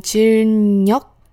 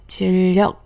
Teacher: 来会跟原唱差别比较大哈，不过呢，大家知道这个意思也就好了。我们来看一下第一段歌词：이듬해질녘꽃피는봄。我们节目不说含义啊，我们只来说这个发音。这第一句话里面需要注意的点，第一个呢，就是第二个字和第三个字之间存在一个收音 bim 和辅音 hu 发生的一个自然的连读现象。也就是这个이듬해两个字连起来会变成이듬해，就是前面你把这个收音嗯的这个口型做好了以后，后面这个 he 跟上来的时候，这一个转换其实是很自然的。那么接下来的这一个连读的变化呢，就没有想象中的那么自然，就是这个질和녀这两个字连读的时候，标准语发音法第二十项里面有说。 니은这一个发音，每一次在碰到리을的时候，不管是谁在前谁在后，这个니은的发音都会变成리을 · Shown in: second take · 那么歌词中的例子呢？니은是在리을后面的，也就是질在前面，然后녀在后面。那么发音的时候呢，就会从질녀变成질려。其实这些转换呢，说白了都是为了让发音更加的方便，很多的时候都是自然产生的。比如说像这种情况呢，像我们说中文的人，对于这个呢了也是有经常分不清，或者是连在一起念的时